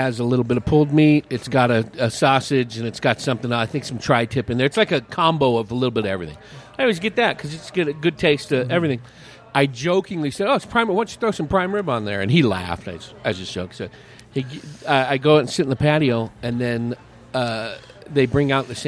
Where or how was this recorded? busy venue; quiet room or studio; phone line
busy venue